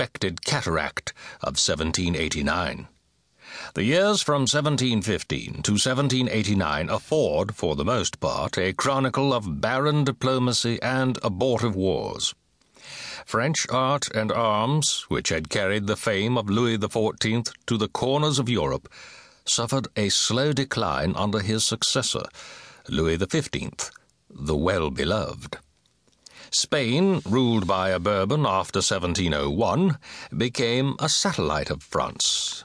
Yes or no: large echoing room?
no